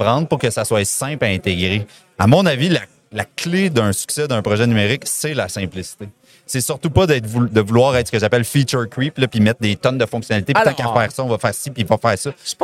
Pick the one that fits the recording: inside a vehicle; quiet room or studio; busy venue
busy venue